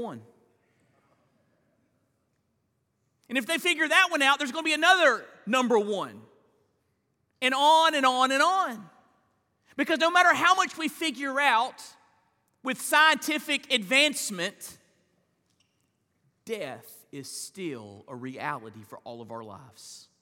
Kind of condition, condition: setting, large echoing room